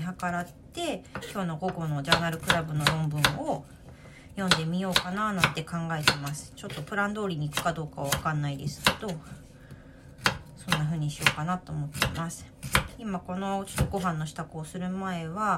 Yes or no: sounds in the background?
yes